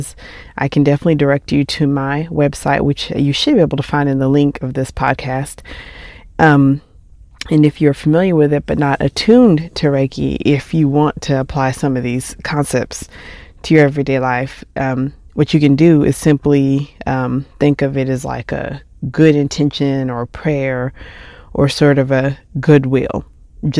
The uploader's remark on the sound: While driving.